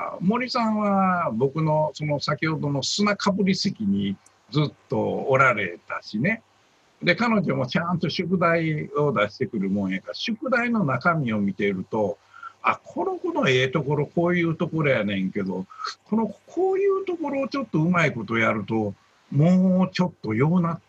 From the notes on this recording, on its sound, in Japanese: ようは会ラジオは、今回もZoom収録。